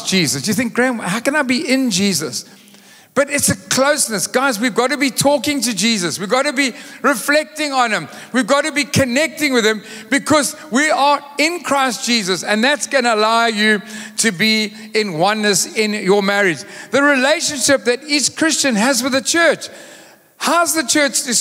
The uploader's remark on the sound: Recorded live on Sunday 20th August the 2023